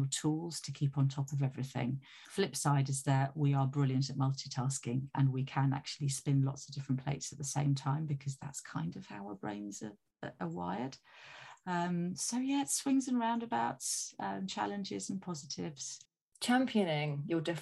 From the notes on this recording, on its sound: Like all of our episodes, this was recorded remotely.